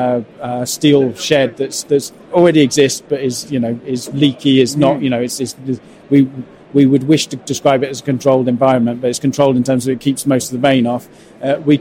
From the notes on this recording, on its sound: Two conversations recorded at Futurebuild 2022.